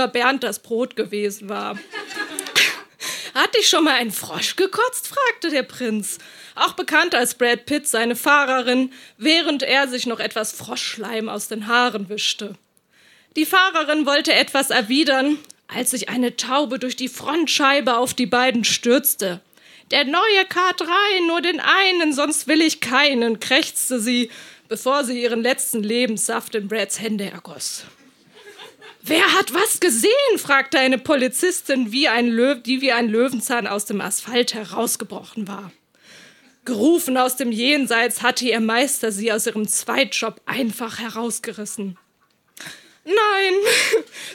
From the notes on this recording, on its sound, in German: Ausschnitte aus der Veranstaltung vom 09.03.2018 in der Hafenschänke Subrosa, Dortmund. Auswahl der Beiträge von der „texte von gestern“-Liveshow. Heißen Dank an das Subrosa, unser tolles Publikum.